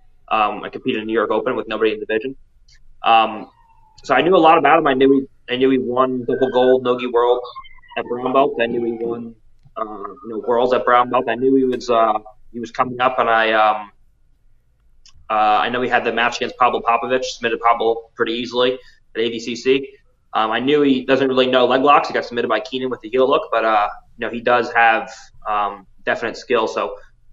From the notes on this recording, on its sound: Call in for Episode 27.